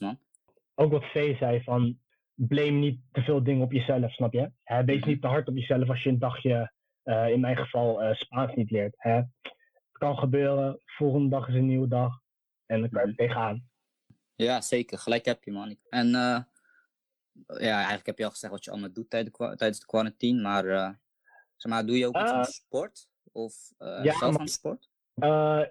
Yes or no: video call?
yes